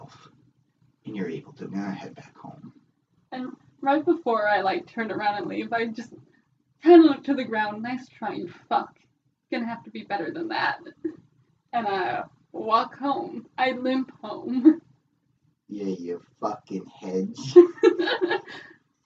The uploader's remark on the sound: Apologies for the sound quality. We are in the midst of migrating equipment and hope to have better production soon.